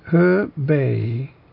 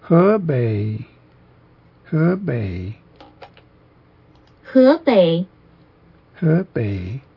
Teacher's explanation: Looking from above, it's concave. It's this bowl-shaped accent, which comes down and goes up in the Chinese · Term: circumflex